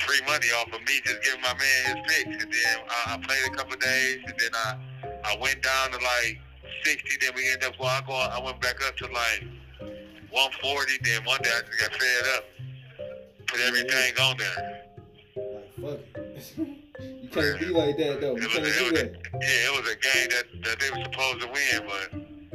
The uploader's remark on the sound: On the phone. A call from prison!